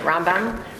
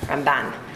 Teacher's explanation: Rambam has the accent on the first part of his name, and the Ramban has the accent on the second part of his name.